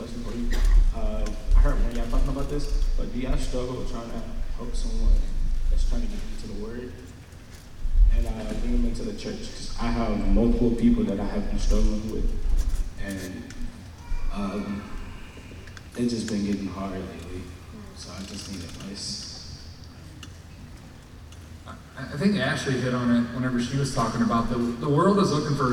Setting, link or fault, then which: setting, large echoing room